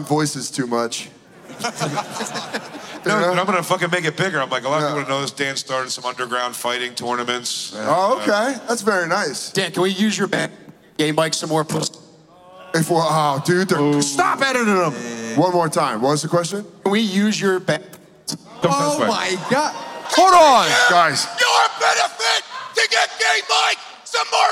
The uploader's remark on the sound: The Bonfire at Skankfest in Las Vegas live before hundreds of beautiful Skanks!